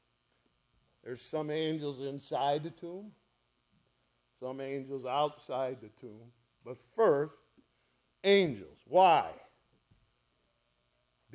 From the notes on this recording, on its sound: ESCBC Easter Sunrise First Service recorded on 04/09/2023